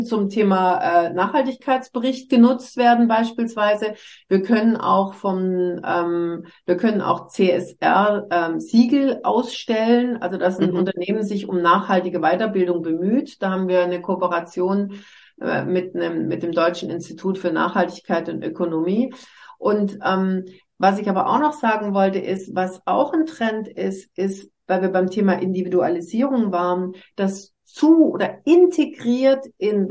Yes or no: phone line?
no